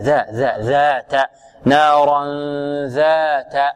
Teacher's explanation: الألف بعد الذاء ذا ذا ذات نارا ذات لا تجعله تخرج من الأنف